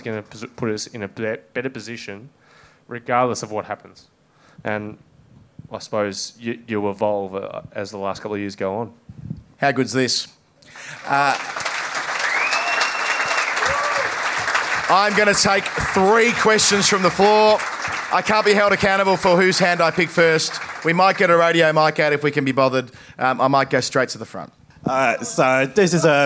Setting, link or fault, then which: setting, live audience